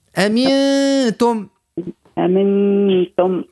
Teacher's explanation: اللسان ما يخدمش انا ما يمسش المخرج متاع النون، لكن الصفة متاع الغنة تقعد